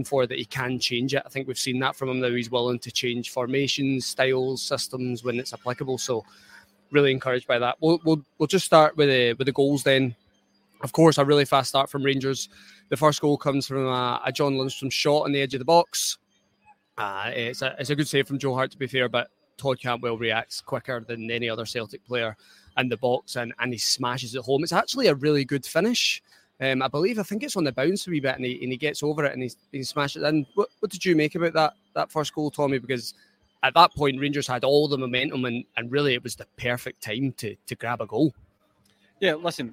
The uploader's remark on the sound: Live Match Reaction from Ibrox